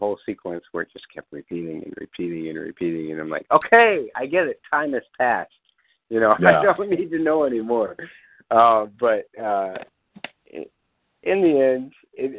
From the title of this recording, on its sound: Fan Call